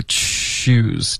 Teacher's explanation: 可是英文的这个 CH 的音呢其实是平舌的